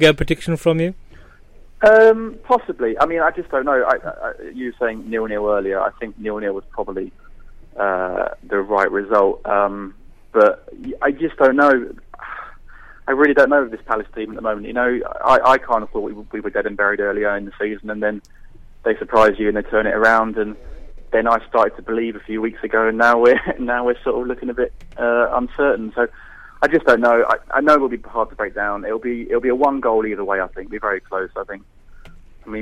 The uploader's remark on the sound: Joining us in the studio. On the phone.